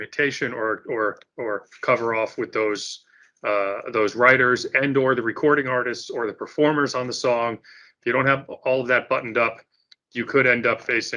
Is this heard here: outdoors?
no